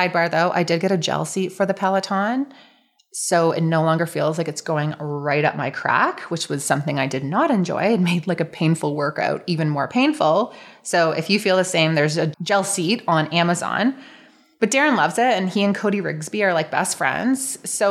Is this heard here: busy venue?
no